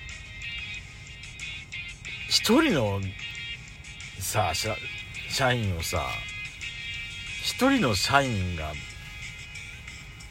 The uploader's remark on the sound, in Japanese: パーキング収録